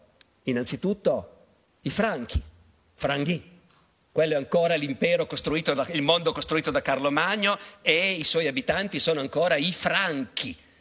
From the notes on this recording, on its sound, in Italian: Teatro Carignano. Tratto dall'evento organizzato dal Festival Internazionale dell'Economia.